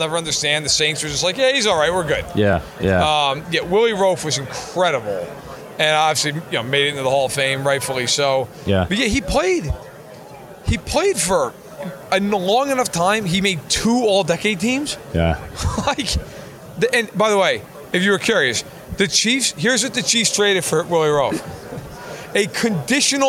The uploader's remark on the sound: Live from Super Bowl LVII